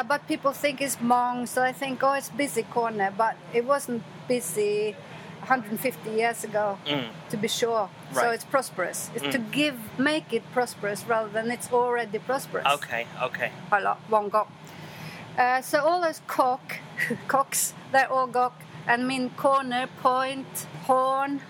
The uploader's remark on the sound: live from La Pizzeria